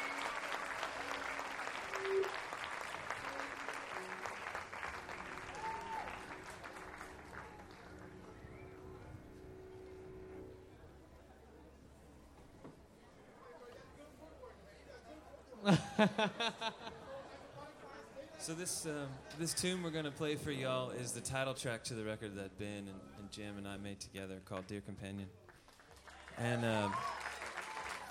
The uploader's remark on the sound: Perform live at the Newport Folk Festival in Newport, R.I.